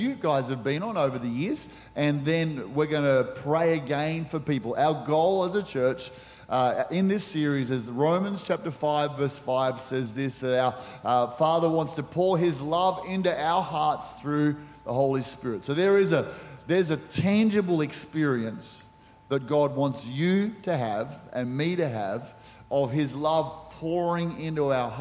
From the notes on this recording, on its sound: Recorded during our 5pm service on Sunday, the 15th of October 2023.